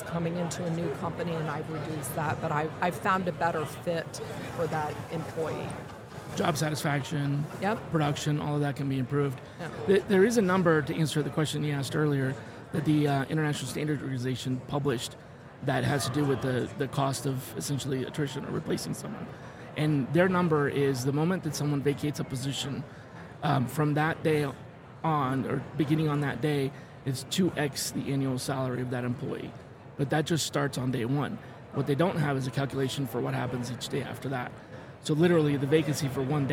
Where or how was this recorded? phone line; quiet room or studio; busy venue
busy venue